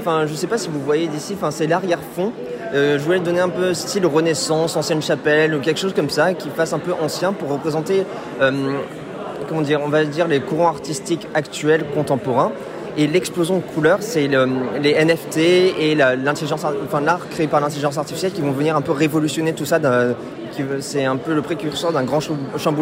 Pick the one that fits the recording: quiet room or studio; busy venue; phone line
busy venue